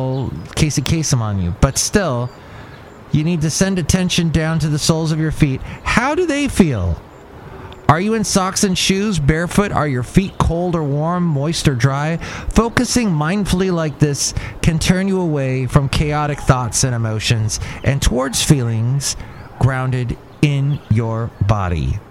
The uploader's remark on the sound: Podcasts live from Cafe Anyway.